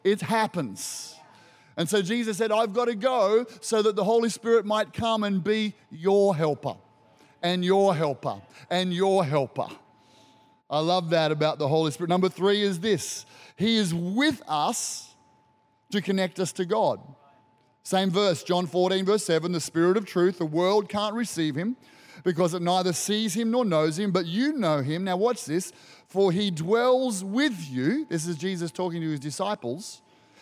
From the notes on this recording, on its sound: Recorded during our 9am service on Sunday, the 21st of May 2023